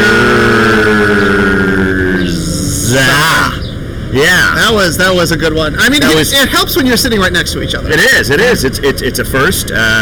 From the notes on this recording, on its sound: Live from the back yard at the Bier and Cheese Collective